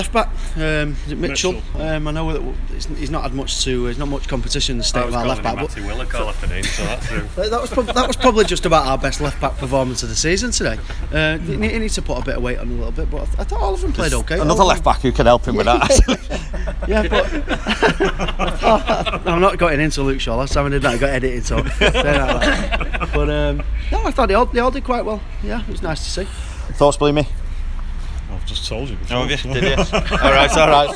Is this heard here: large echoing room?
no